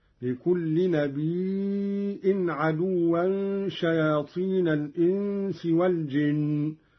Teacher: قوله تعالى: لكل نبي عدوا شياطين الإنس والجن. قرأ قالون بهمز الياء من النبأ وهو الخبر: لكل نبي عدوا شياطين الإنس والجن، ويصير عنده مدا متصلا.